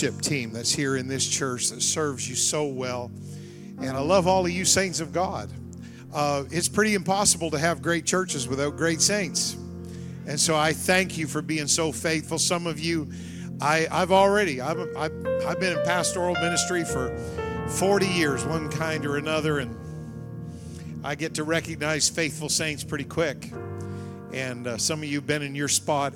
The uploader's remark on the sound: Wednesday Evening Revival Service. The Anchor Church of Zanesville, Ohio.